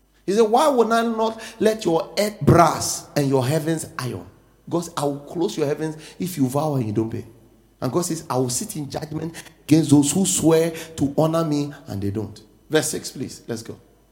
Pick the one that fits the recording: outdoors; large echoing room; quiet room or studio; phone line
large echoing room